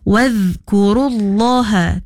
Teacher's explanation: dhal sukun, dhal mati, jangan dilantunkan